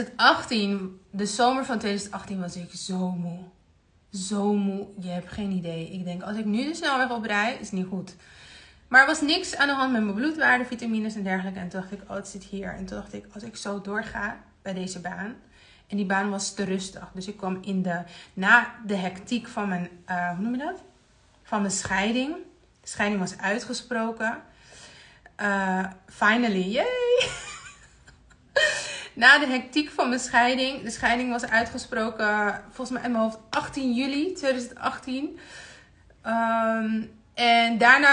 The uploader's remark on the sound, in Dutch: Hierbij de opname van mijn Instagram live.